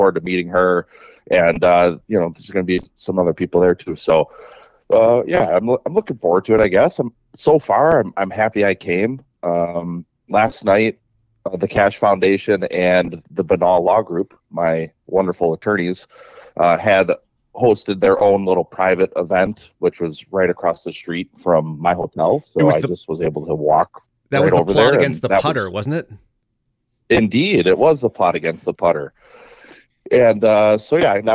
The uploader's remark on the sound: Joins by phone from #CPAC2024.